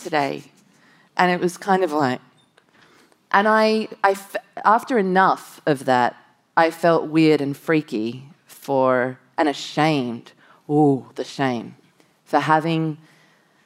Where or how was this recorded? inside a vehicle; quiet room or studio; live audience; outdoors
live audience